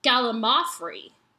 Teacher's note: the correct pronunciation of gallimaufry puts the emphasis on the third syllable, mao, not the second, lim